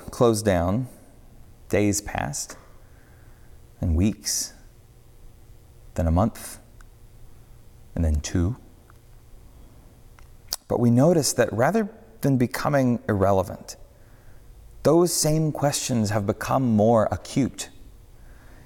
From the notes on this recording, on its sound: on the Sixth Sunday of Easter at Northminster Church